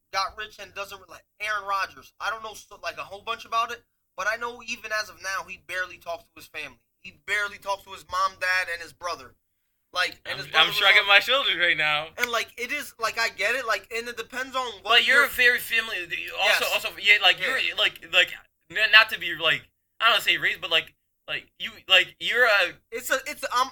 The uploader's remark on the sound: Sorry, audio is uber duber rough wisly messed up.